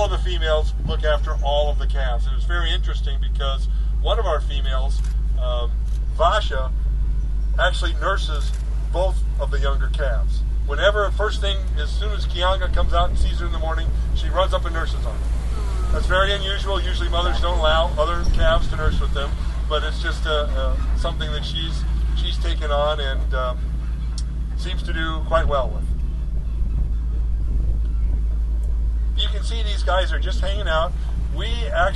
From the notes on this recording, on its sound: This week I am coming to you LIVE from Walt Disney World, as I am standing on the promenade of World Showcase in Epcot. Enjoying the sights, sounds and scents of the 15th Annual Epcot Flower and Garden Festival. I not only have a review of the Festival from right here from the park.